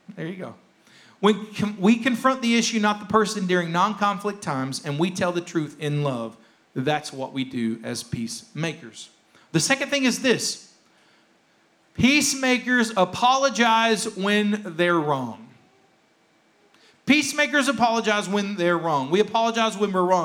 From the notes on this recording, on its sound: rebroadcast of our service